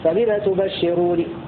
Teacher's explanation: وقرأ الباقون بفتح النون مخففة · وقرأ نافع بكسر النون مخففة